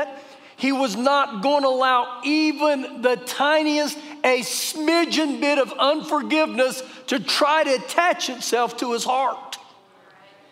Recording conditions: large echoing room